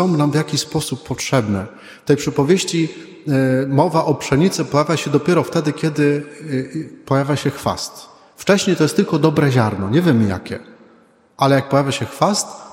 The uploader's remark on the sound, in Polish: Nagrania homilii i kazań wygłoszonych w parafii WNMP w Opolu Gosławicach